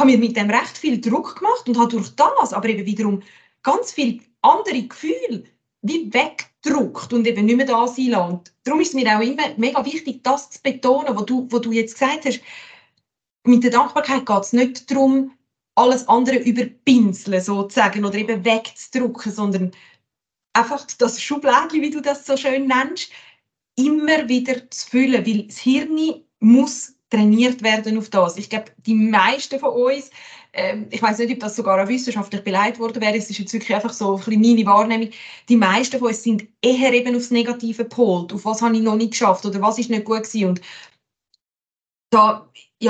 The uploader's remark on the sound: online via Zoom